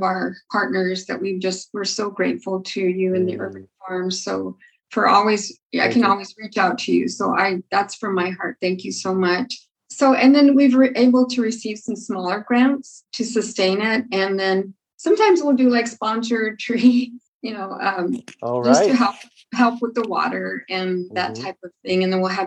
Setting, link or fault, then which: link, video call